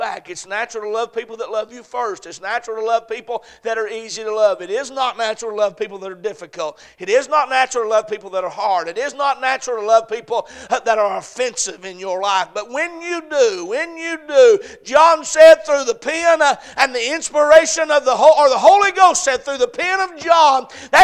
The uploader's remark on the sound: A message preached at Crossroads Baptist Church on Sunday evening